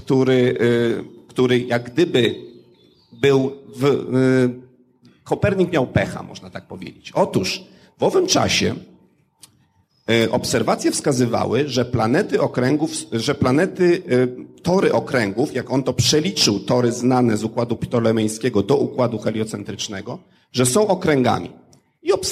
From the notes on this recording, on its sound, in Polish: Pełny zapis audio debaty, która odbyła się w Centrum Nauki Kopernik